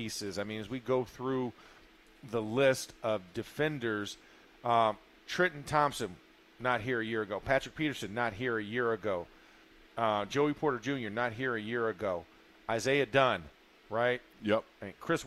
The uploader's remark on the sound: In the Locker Room Live from Steelers Camp.